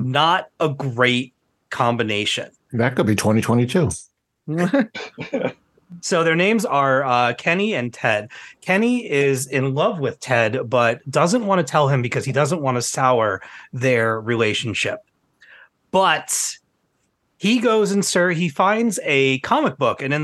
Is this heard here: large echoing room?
no